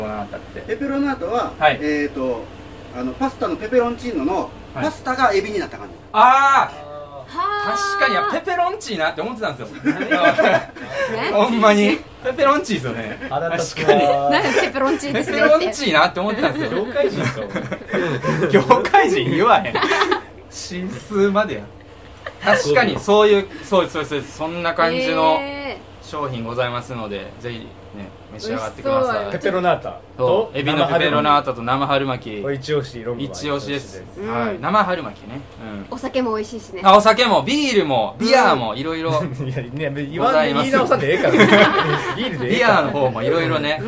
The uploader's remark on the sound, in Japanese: 初の外収録atブドリさんにて。松山市大街道にあるレストラン「ブドリ」さんにて収録。